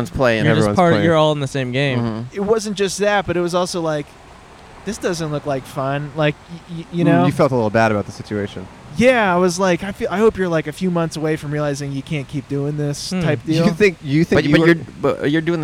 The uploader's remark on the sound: Recorded 5/9/2023 on Brand Blvd in Glendale, California.